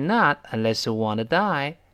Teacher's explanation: 读。因为 not 否定之后呢，后面是个从句，这个 not 和后面 unless 绝对不在同一个意群里面。所以 not unless onedie，是这么一个发音。那个 not 最后的 t，失去爆破了